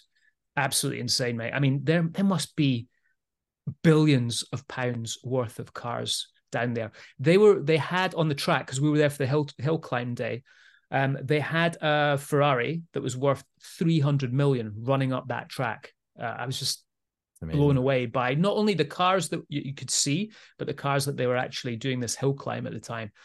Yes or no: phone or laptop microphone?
no